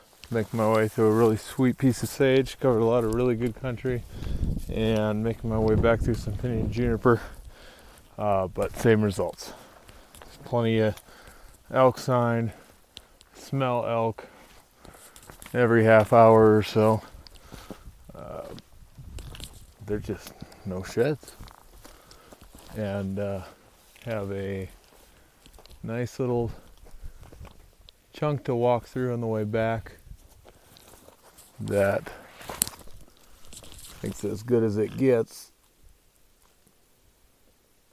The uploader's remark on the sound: In this episode you will follow me around the woods of Unit......a trophy unit with big bulls everywhere and we are looking for sheds. We recorded this in the field.